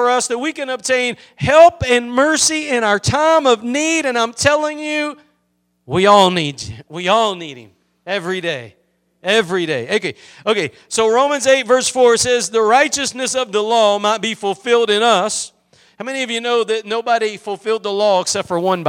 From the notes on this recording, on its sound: Preached at Gospel Lighthouse in Bossier City, La.